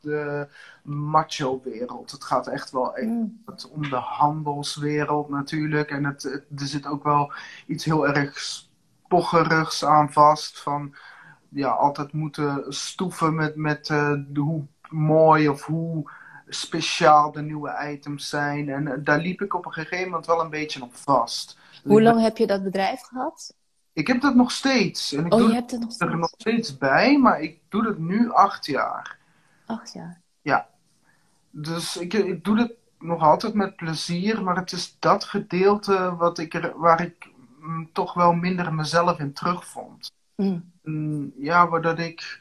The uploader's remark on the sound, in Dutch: deze EnergyTalk is opgenomen op InstaLive